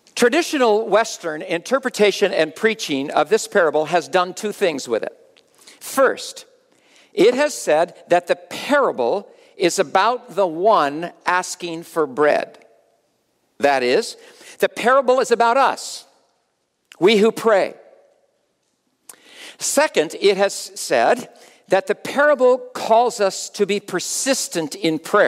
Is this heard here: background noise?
no